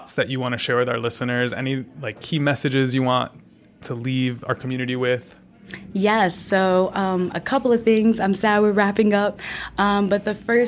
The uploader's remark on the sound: Season 2 of Rewriting The Playbook is coming to you live from CHROMA 22 in Philadelphia.